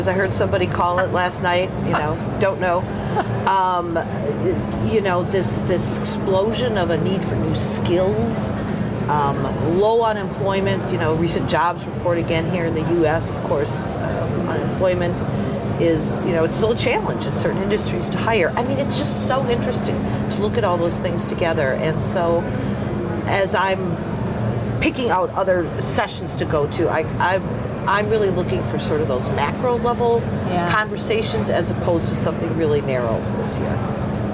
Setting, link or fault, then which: setting, busy venue